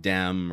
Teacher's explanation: The TH sounds something between a D and a TH sound, but more like a D. For example, them sounds like dem, or there sounds like dare.